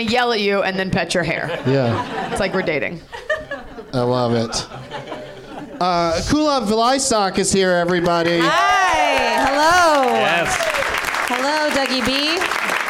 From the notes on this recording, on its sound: Live from the NerdMelt Showroom in Los Angeles